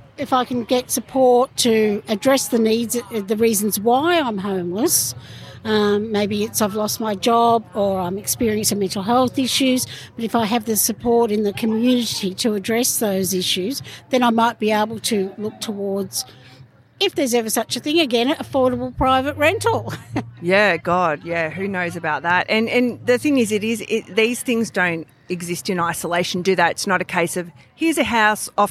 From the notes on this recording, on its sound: This is an episode recorded during Homelessness Week 2023, live from Harmony Square Dandenong in Melbourne's south east. Co-hosted by Wayss and City of Greater Dandenong.